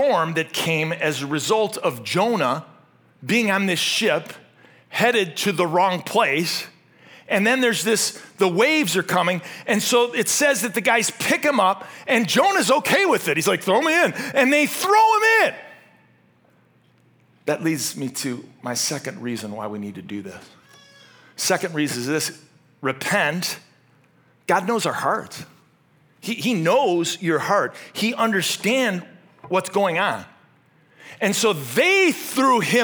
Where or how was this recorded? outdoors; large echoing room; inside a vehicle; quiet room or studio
large echoing room